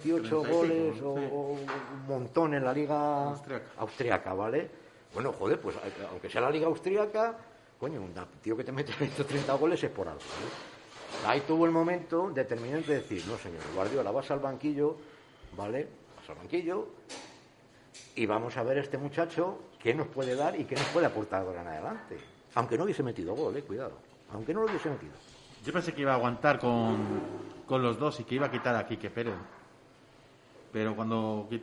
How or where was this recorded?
busy venue